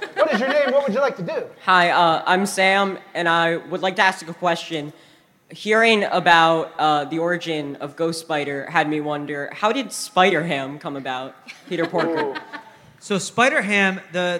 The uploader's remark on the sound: Live from New York Comic Con.